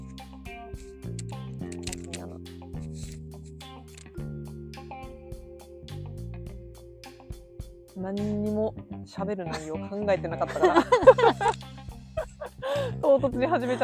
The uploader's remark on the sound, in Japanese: 新宿御苑。今回は、初めての外収録‼。